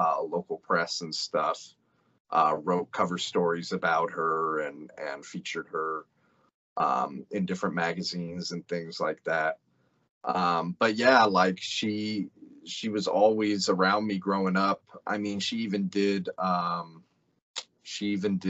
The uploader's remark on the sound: Skype interview.